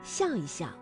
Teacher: 夹在叠词之间呢，念成轻声